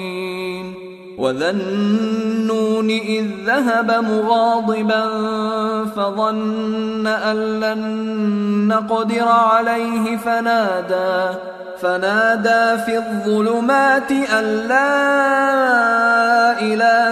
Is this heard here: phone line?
no